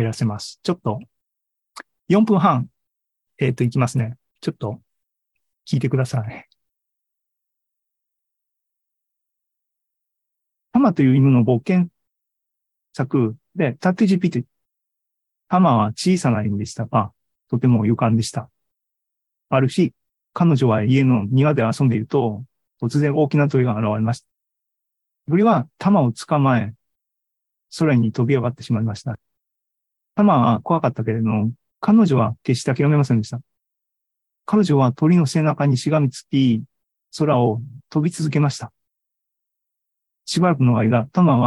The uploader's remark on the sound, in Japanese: ZOOMライブの模様です。